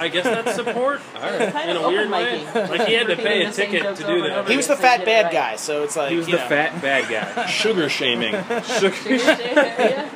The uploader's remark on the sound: Jackelope Jack Open Mic pre show. We decided to record pre-show hang-out.